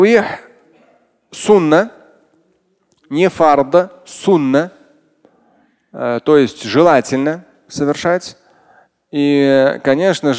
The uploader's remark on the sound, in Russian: Фрагмент пятничной лекции